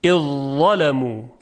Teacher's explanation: و یا اذ ظلمو، ادغام ذال در حرف ظا، در اینجا ادغام کامل هست، اذ ظلمو، فقط صدای مدغمون فیه یعنی ظا شنیده میشه. خب به این ادغام، ادغام کامل یا ادغام تام یا ادغام محض گفته میشه.